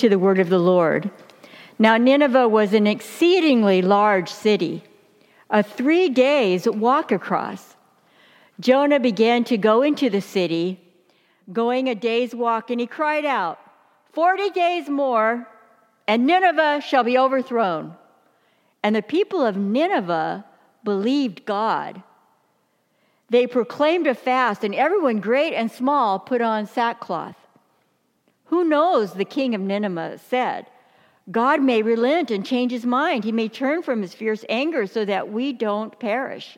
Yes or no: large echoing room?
yes